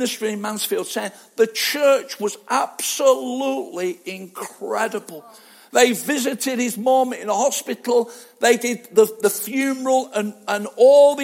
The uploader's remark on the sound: Arena Church Ilkeston